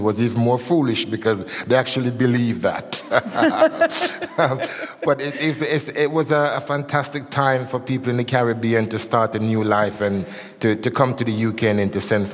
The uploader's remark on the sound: This episode was recorded in front of a live audience in Bristol for the second date on our live tour of Conversations of Inspiration.